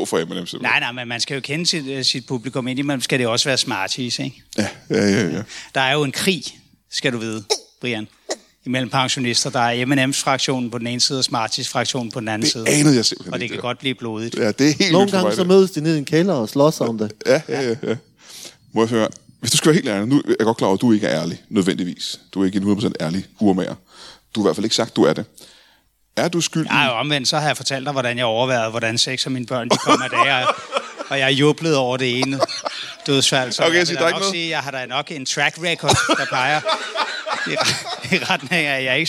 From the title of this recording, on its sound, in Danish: LIVE fra Middelfart